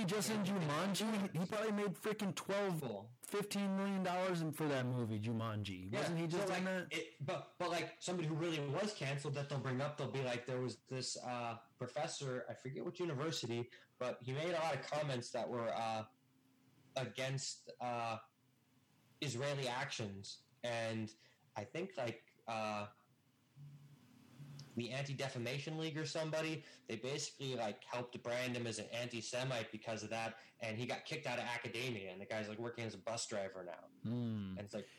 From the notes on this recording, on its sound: This week we had some technical difficulties which made the recording a bit distorted. We tried our best to clean up the audio in post-production, but issues still exist.